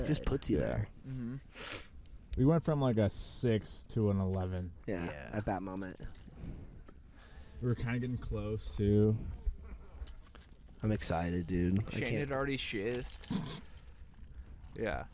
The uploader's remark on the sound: Recorded this one at Joshua Tree.